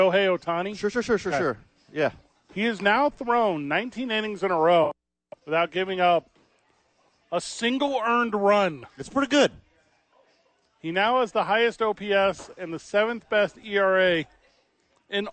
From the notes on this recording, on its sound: live from ABQ AXE